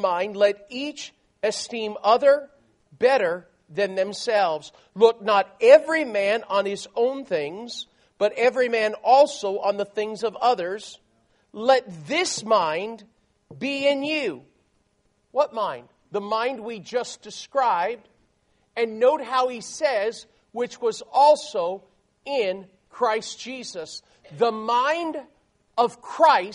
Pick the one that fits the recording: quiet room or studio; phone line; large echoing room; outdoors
large echoing room